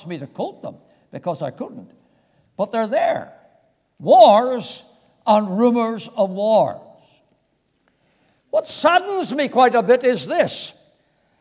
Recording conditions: large echoing room